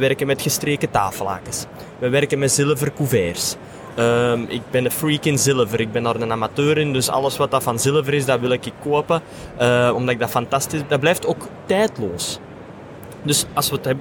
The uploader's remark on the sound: Horeca Expo Live